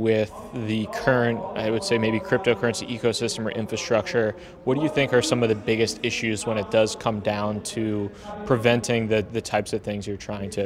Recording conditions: busy venue